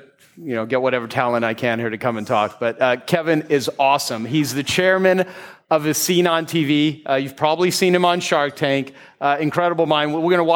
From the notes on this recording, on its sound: Recorded live at the Genius Network Annual Event.